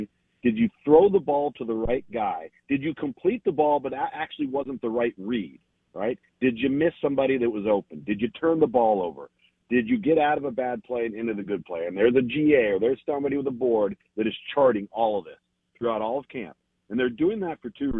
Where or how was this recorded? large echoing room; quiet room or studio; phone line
phone line